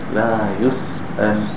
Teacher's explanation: See the air coming out with the sukoon on the Seen.